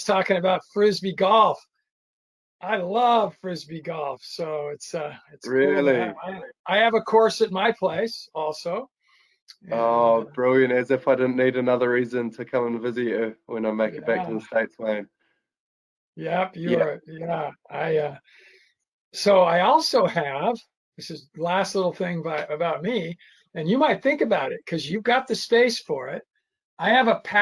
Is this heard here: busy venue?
no